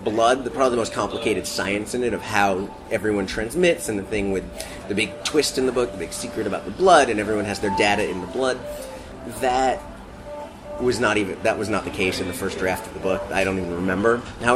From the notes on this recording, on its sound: I decided to take the subway to Brooklyn and meet with him face-to-face in a coffee shop. I found it liberating to be unchained from an Internet connection, which has been known to fail mid-conversation.